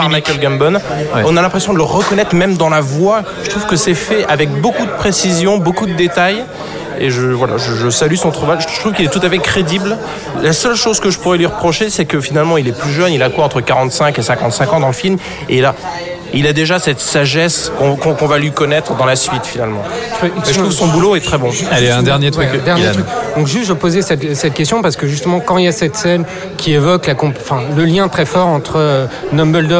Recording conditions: busy venue